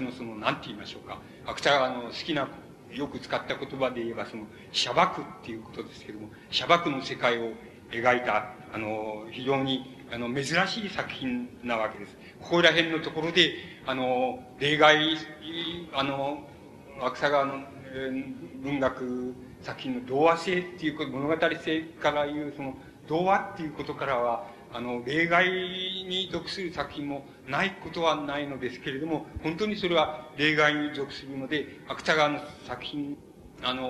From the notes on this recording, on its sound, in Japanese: 主催：神奈川近代文学館／神奈川文学振興会。場所：神奈川県立音楽堂。芥川龍之介の生誕100年を記念して 神奈川近代文学館で開かれた 「芥川龍之介展」での記念講演会。音源は主催者から提供を受けたもので クリアに収録されている。